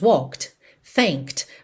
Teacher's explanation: na hora que eu falo sozinhas essas palavras, walked, thanked, você consegue perceber kt, kt.